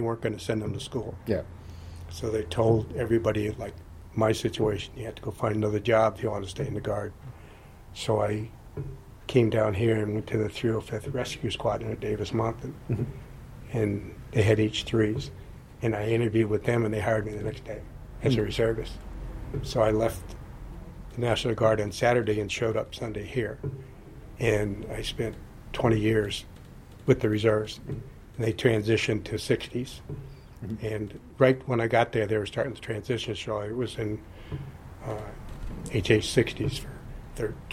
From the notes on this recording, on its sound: The episode was recorded onsite at the fab Pima Air and Space Museum